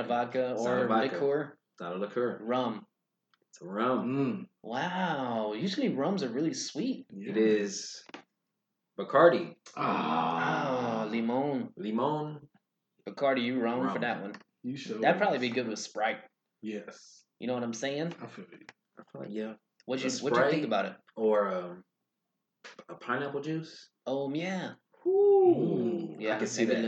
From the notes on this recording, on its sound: The computer glitch episode. This week our audio was screwed up.